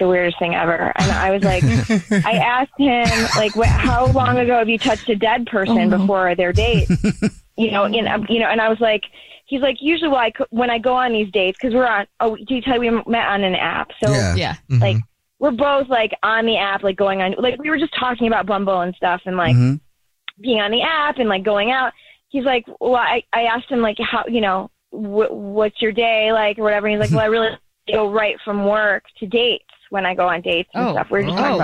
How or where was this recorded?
phone line